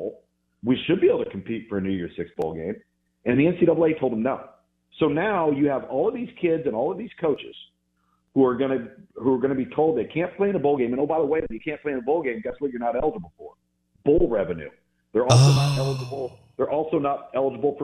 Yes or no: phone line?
yes